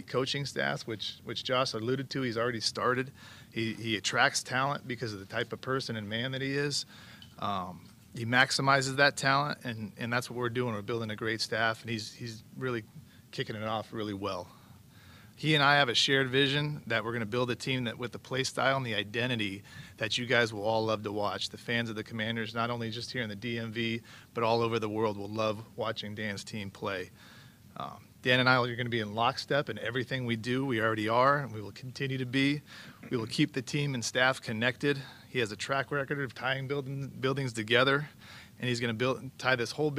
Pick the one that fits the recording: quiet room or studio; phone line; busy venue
busy venue